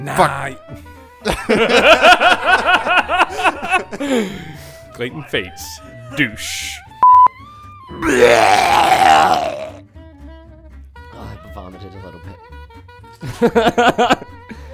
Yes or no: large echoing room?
no